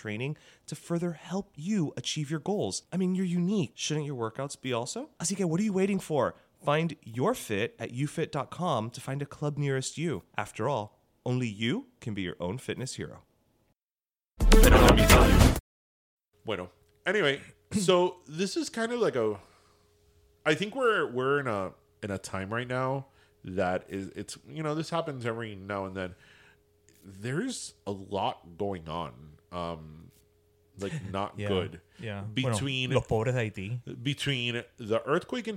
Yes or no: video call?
no